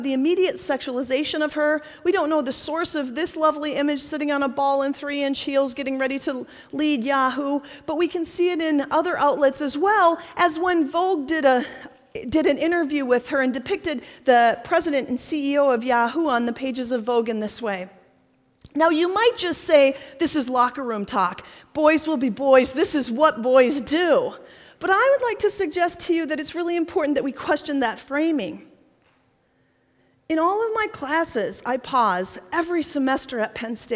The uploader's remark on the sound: TEDxPSU. This talk was given at a TEDx event using the TED conference format but independently organized by a local community.